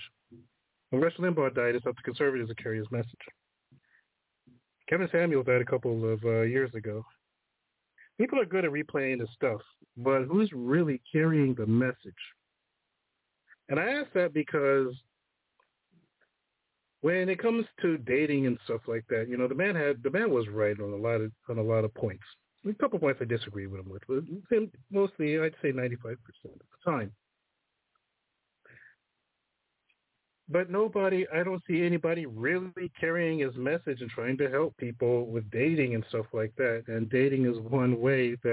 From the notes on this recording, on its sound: The phone lines are open all show today. Call in with comments and stories.